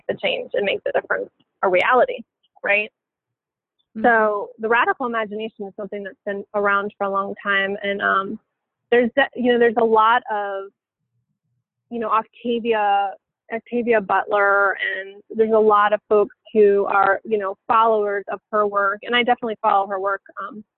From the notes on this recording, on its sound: we had a phone conversation